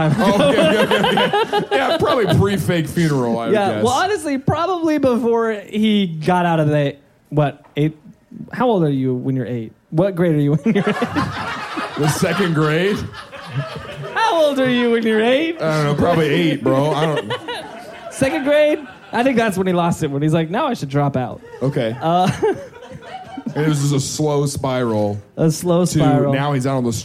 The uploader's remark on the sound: Filmed live with an audience at the Rino in Kansas City, MO on October 30th, 2021. This episode of the Things I Learned Last Night Podcast was filmed live with an audience at the Rino in Kansas City, MO.